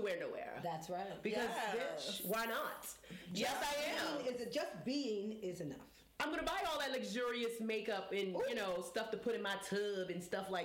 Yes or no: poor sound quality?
yes